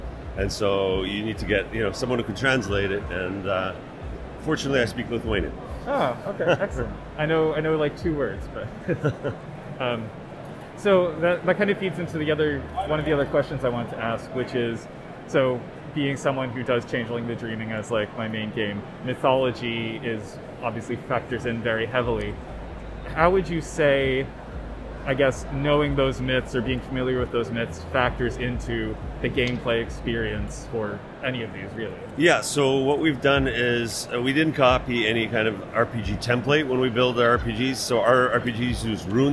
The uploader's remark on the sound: Dispatches from PAX Unplugged. On-the-spot quick interviews. Please forgive the sound quality; the interviews were conducted using a tiny microphone in a crowded and busy expo hall, and voices don't always travel well through N95 masks.